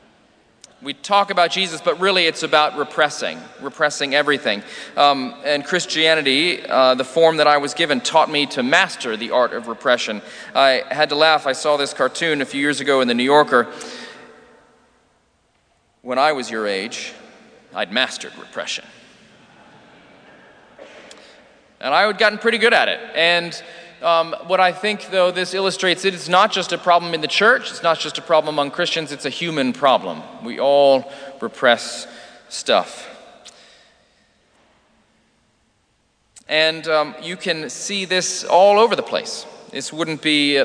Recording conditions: large echoing room